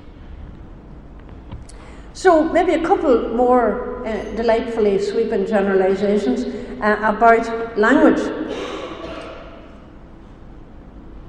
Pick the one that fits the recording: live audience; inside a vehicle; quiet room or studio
live audience